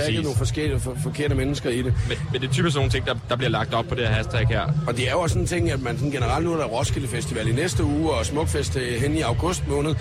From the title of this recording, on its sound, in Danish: Live fra Tinderbox